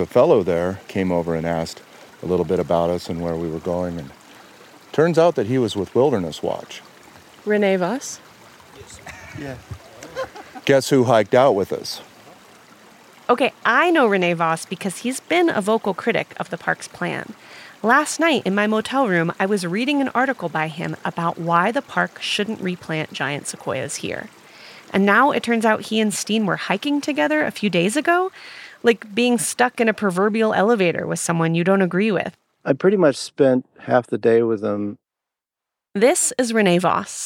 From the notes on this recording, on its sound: hiking out to see the damage done to a sequoia grove in the middle of a wilderness area in the national parks